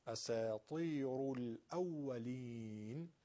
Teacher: اذا تتلى، تتلى، تتلى عليه آیاتنا قال اساطير الاولين. اساطير طا، طی در حالت ای قرار گرفته ولی خب اون طا رو درشتیشو داره